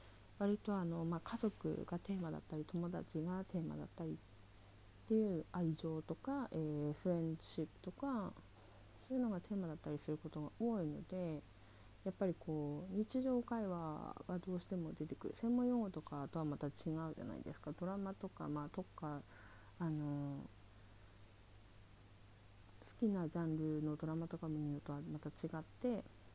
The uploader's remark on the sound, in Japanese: 音声小さいです、すみません。BGMないです。こっそりひっそり録りました（笑）。